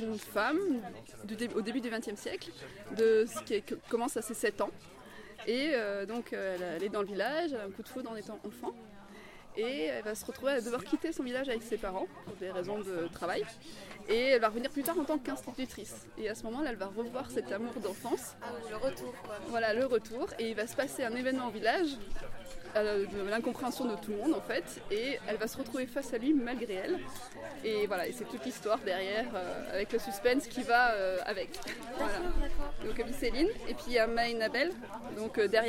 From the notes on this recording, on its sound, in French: Festival Cap de Lire d'Antibes. Reportage au festival Cap de lire qui se tenait à la Chapelle de la Garoupe.